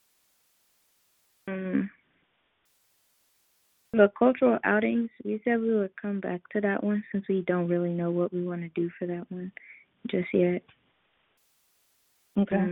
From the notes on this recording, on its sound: The Club will NOT meet in person. The meeting will convene via conference call.